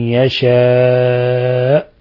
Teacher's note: مد متصل لاتصال حرف الهمزة بحرف المد في نفس الكلمة، يمد من 4 إلى 5 حركات